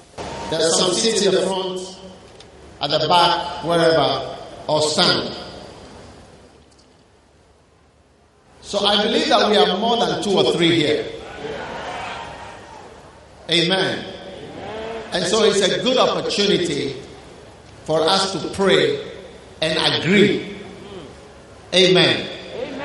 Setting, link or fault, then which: setting, live audience